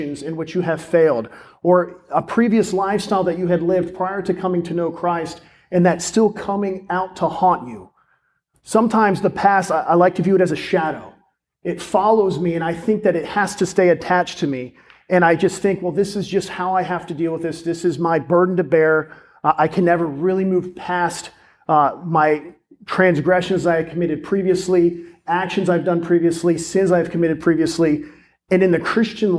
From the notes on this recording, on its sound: This is a sermon recorded at Olive Baptist Church in Crossroads, the young adult ministry.